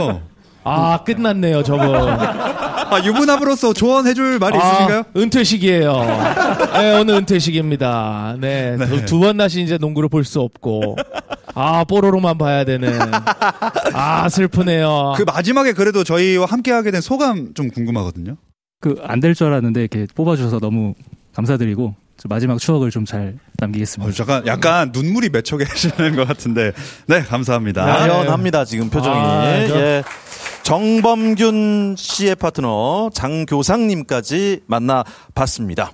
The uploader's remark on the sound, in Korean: 특별 공개방송 "웰컴투 서울버블"